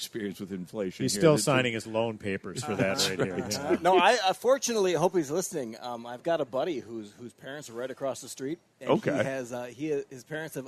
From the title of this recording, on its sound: Live From MN State Fair